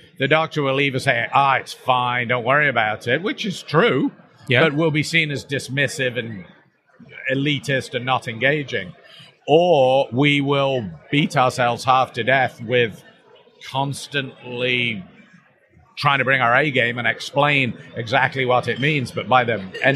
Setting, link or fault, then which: setting, busy venue